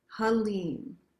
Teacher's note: Halim, H-A-L-I-M, but pronounced, if it's easier to write, H-A-L-E-E-M. And so the emphasis is on the lim